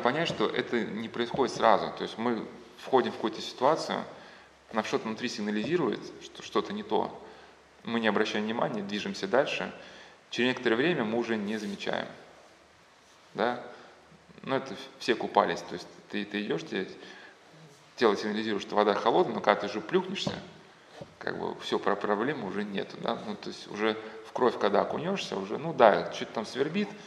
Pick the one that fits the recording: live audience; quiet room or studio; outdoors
live audience